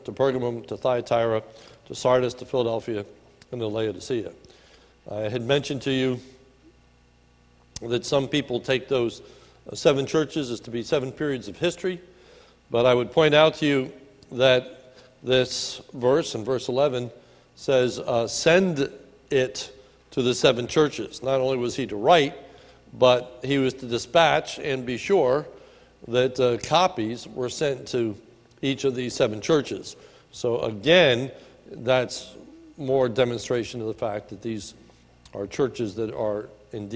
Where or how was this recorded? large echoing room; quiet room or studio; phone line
large echoing room